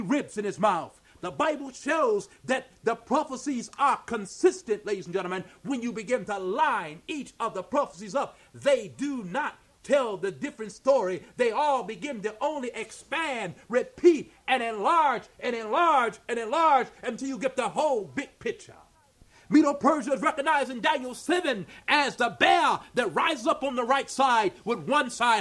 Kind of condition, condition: setting, live audience